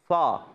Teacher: فا ادا ہوتا ہے اوپر والے دانتوں کے کنارے، نیچے والے ہونٹ کے تر حصے سے لگتے ہیں